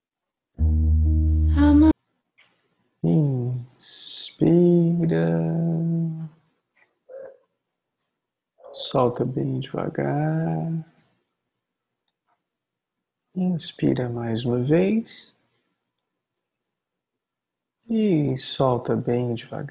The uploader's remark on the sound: Online via Zoom.